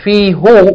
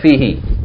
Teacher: whenever it's preceded by kasra or ya with sukoon, who becomes he · Shown in: second take